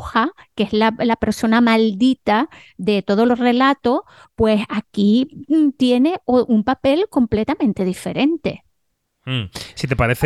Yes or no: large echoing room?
no